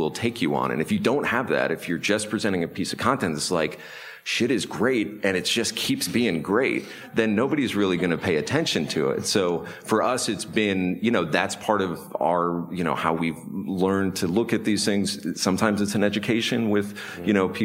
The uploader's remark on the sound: Recorded live at the 2019 Incite Group Brand Marketing Summit in San Francisco.